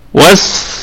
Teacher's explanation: طبعا السين الأولى، طبعا هذا الحرف حرفين، حرف الحرف المشدد هو دائما عبارة عن حرفين، أوله ساكن والثاني متحرك، فنراعي صفة الصفير في السين الساكنة، وس صفة الصفير، وأيضا مع الرخاوة والهمس، تمام.